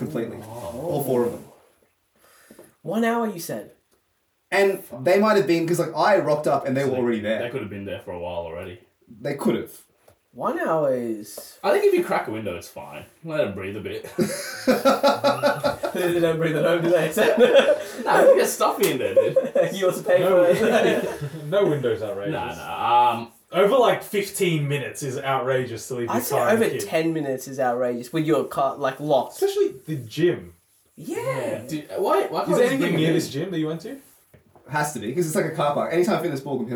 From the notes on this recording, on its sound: Our episode starts with an apology this week as our audio is completely scuffed throughout as well having to scrap our usual weekly wrap up segment.